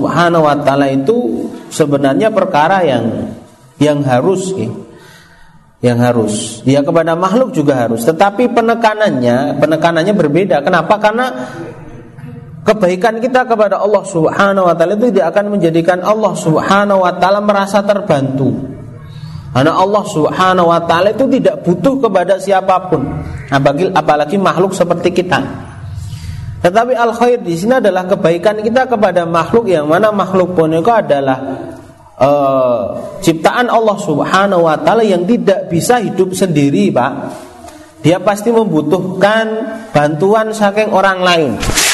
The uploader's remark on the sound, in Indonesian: Rekaman Kajian Majelis Pengajian Islam. Di Masjid Al Hidayah Druwo, Sewon, Bantul rutin setiap hari Rabu selepas sholat magrib sampai dengan isya yang diselenggarakan oleh FKAM Yogyakarta dan Takmir Masjid Al Hidayah Druwo.